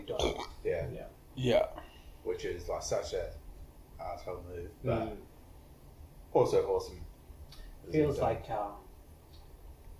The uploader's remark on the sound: This episode was an experiment, the audio quality and post production improve dramatically over the following few episodes